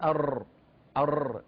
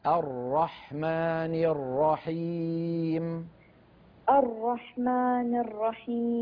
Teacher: الراء المشددة راءان فقط، الراء الراء وليس أر، ليس أر · Shown in: second take